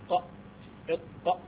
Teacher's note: هي بتطلع من اقصى اللسان مع الحنك الاعلى · Term: القاف